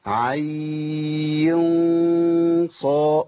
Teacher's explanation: بفخم الغنه لان الغنه هنا ايه مفخمه، لاني بخفي في حرف مفخم · Term: اخفاء